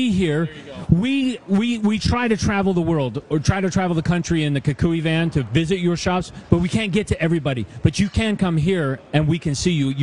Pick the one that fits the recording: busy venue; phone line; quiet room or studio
busy venue